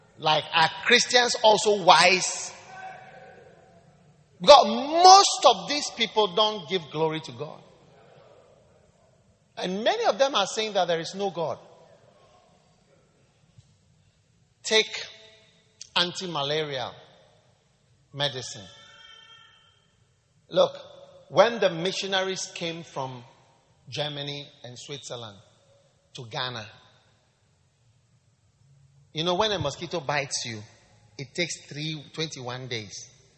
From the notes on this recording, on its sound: Preached at the Wisdom Impartation Service, LCI Lily of the Valley Cathedral, Teshie.